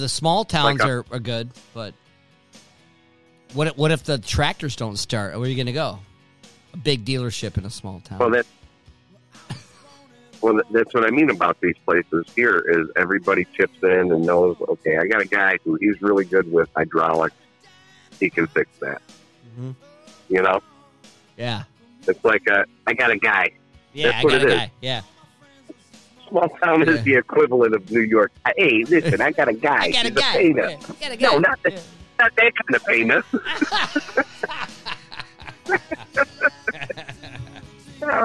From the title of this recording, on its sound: With a dial in (special regular special guest) from up State.